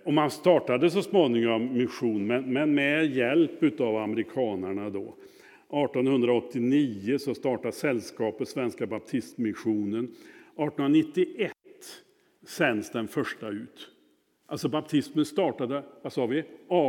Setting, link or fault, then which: setting, large echoing room